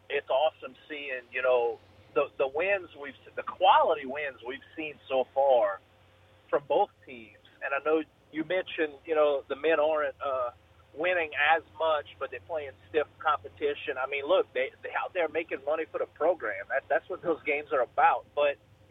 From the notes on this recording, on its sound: we go to the phone lines